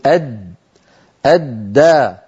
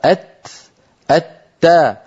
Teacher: إذن الدال والتاء كما نرى على اللوحة التي أمامنا الآن هي أيضا من طرف اللسان ومن أصول الثنايا العليا، ولكن من غير ارتفاع لأقصى اللسان